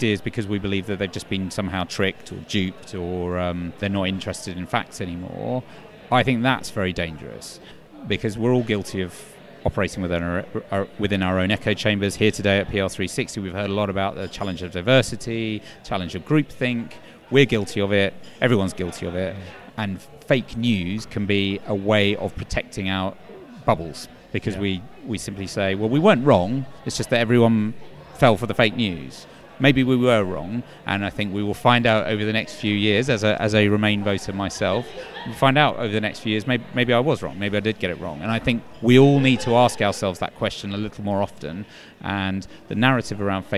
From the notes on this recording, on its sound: The second of two shows recorded at PRWeek's PR360 conference